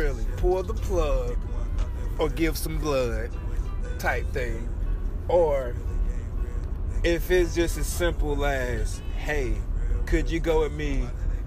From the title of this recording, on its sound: car ride and outside discussion